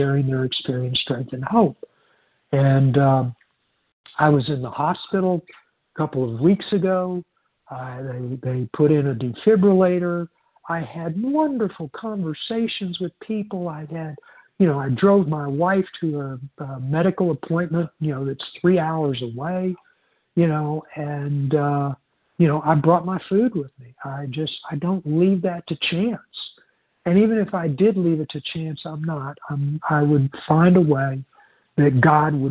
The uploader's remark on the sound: 100 Pounders Phone Meeting.